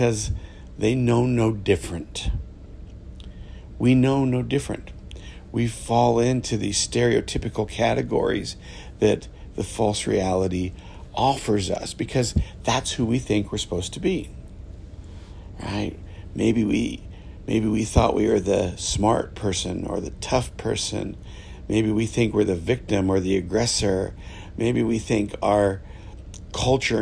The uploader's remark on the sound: This episode was recorded from a moving ship on the Caribbean Sea.